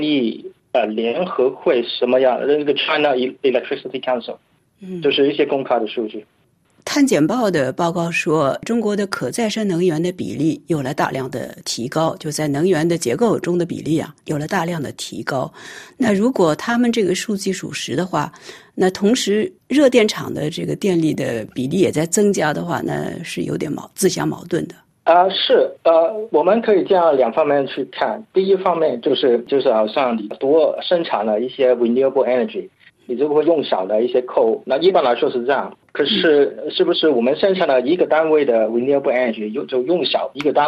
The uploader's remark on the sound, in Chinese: 法广电话连线了新西兰惠灵顿维多利亚大学中国气候政策研究专家。